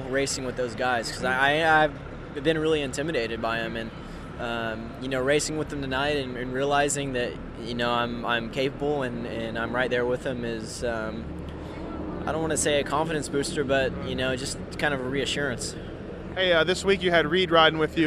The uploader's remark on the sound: Post race interviews from Dodger stadium